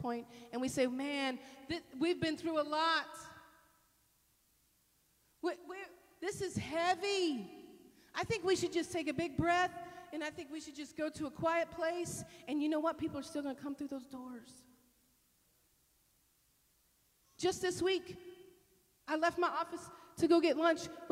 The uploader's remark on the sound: This sermon was delivered at Northpoint Community Church in Beaumont, TX